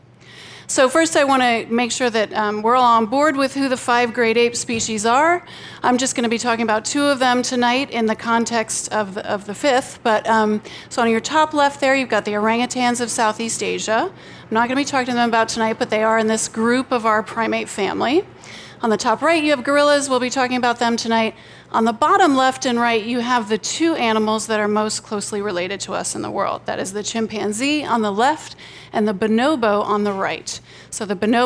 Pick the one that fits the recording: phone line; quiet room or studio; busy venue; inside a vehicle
busy venue